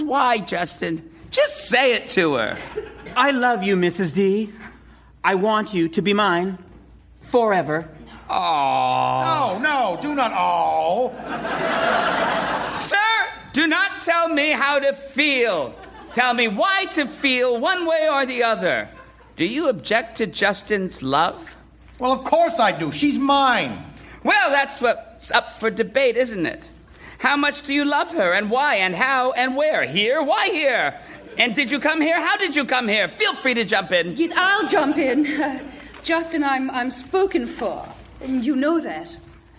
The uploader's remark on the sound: Recorded Live 8/6/2011 at Largo, Los Angeles.